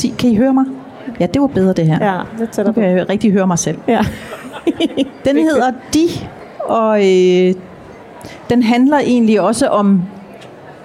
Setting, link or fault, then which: setting, live audience